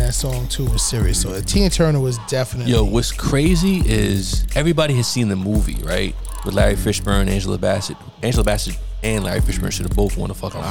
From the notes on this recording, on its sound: Smoking their cigars at Smoke 'N Ashes Cigars and Haberdashery in Teaneck, NJ. A conversation about the 80s turned into an SNA Live episode.